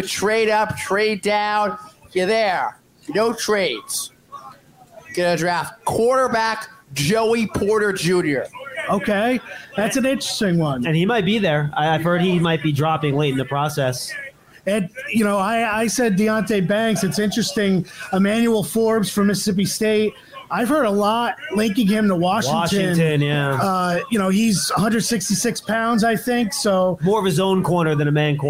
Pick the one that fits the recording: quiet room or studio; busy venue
busy venue